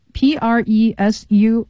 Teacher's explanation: presume 这个 S 发浊辅音